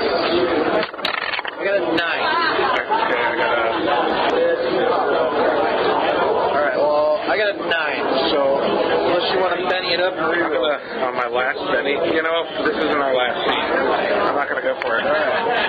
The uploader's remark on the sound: Apologies for the sound quality